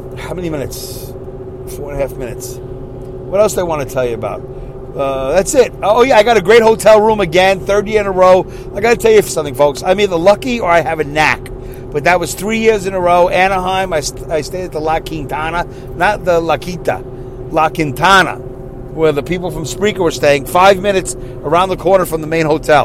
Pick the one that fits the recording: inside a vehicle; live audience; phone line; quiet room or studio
inside a vehicle